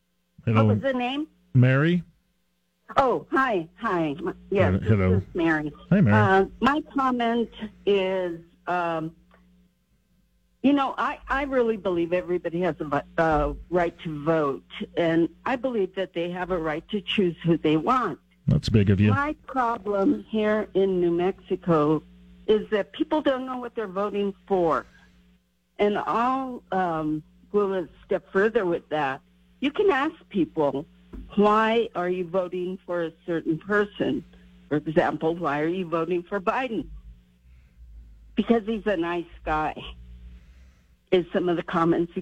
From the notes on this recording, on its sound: takes your phone calls on News Radio KKOB